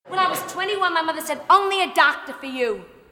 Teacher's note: the dropped R's of New York